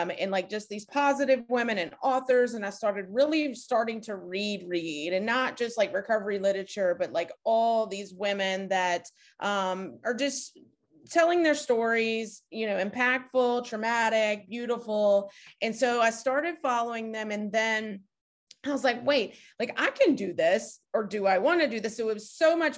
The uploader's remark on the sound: Recorded 2.17.2022 from Raleigh, NC & Richmond, VA on Zoom